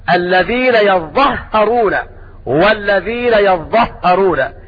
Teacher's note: وقرأ نافع وابن كثير وأبو عمرو ويعقوب بتشديد الظاء والهاء